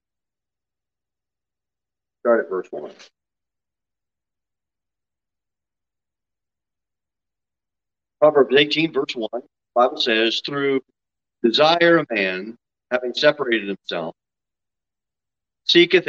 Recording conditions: large echoing room